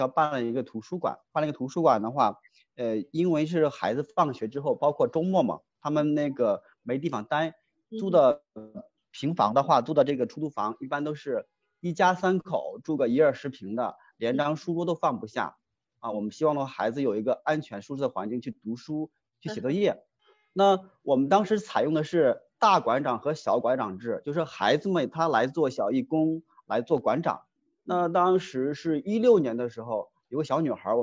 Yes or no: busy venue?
no